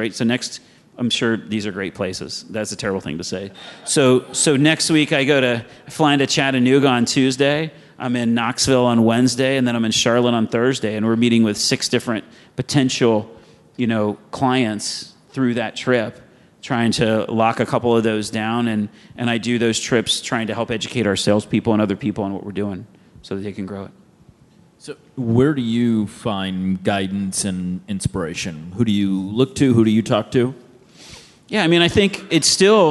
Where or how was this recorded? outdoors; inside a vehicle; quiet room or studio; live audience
live audience